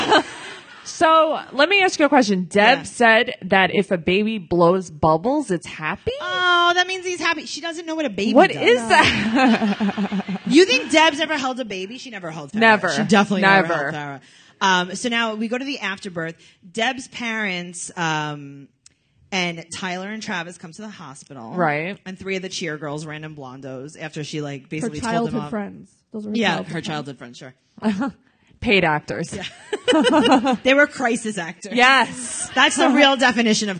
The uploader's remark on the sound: LIVE in NYC. With a live studio audience in NYC!